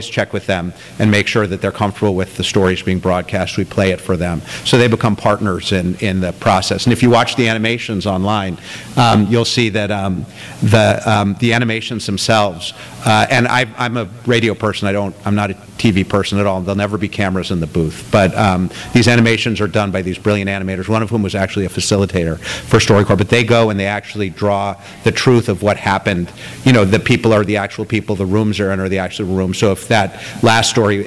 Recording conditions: live audience